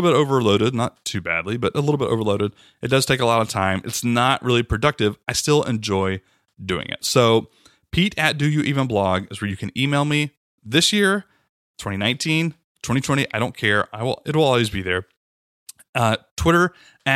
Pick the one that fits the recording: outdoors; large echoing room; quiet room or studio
quiet room or studio